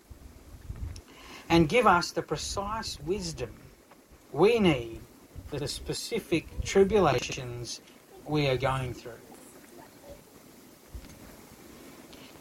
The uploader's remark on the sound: (a bit noisy)